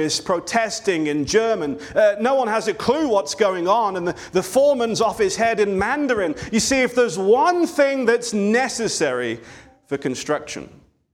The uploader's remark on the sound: This sermon was delivered on October 22, 2023 at Antioch Presbyterian Church, a mission work of Calvary Presbytery of the Presbyterian Church in America located in Woodruff, South Carolina.